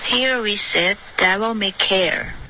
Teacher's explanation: 这个 devil 的 v 再震动的稍微清楚一点